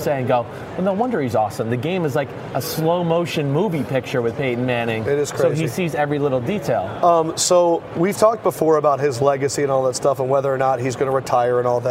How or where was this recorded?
busy venue